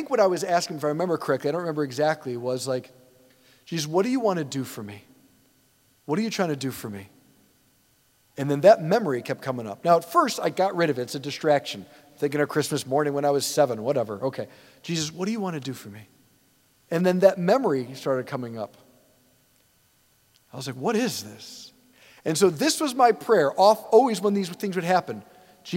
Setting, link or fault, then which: setting, large echoing room